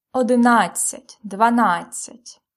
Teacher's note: in these numbers, the stress always falls at адцять. Одинадцять, дванадцять.